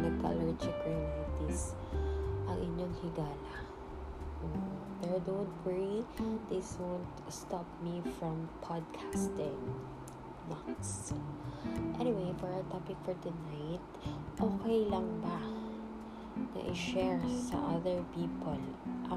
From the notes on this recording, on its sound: please excuse our aircon noise